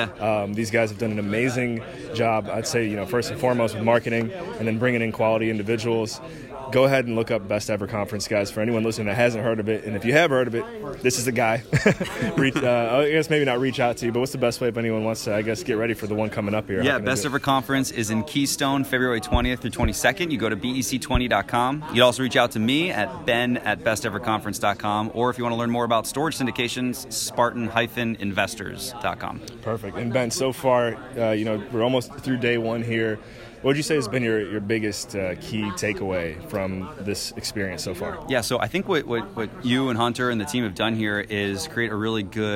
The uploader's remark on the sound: Various interviews LIVE from the 2020 Intelligent Investors Real Estate Conference. Various interviews LIVE from the 2020 Intelligent Investors Real Estate Conference.